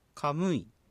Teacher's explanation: カとムイという音節から成り立っているカムイという単語ですが、これは、第2音節にアクセントが置かれています